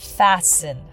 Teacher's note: fasten your seat belt シートベルトを閉めてくださいという場合の fasten も t を発音しない